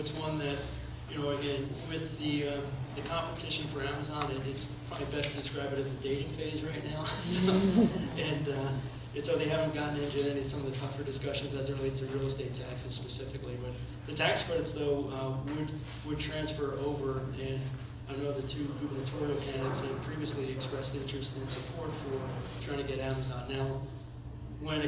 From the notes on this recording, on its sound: Audio recording from the 11/14/17 Trenton Area Stakeholders Meeting hosted by Greater Trenton